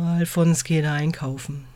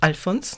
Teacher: Also ich beginne einfach mit einer Prolongation oder mit einem weichen Stimmeinsatz vor allen Dingen. Ich umschiffe den glottalen Plosiv. · Shown in: first take